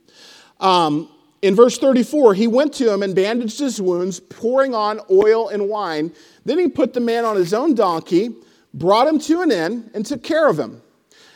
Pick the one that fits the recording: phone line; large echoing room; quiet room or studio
large echoing room